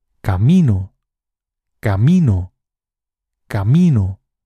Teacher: En este caso, la sílaba tónica es mi. Como es la penúltima sílaba de la palabra, esta palabra es llana.